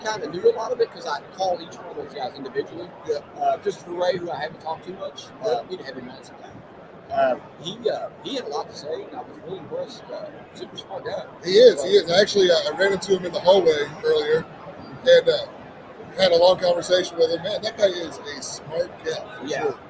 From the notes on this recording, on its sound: Live from Mobile Tech Expo 2024. We are live at the Mobile Tech Expo in sunny Orlando Florida at the Gaylord Palms Hotel and Convention center. Listen as we grab random attendees and put them in our hot seat and ask the how the Expo is going.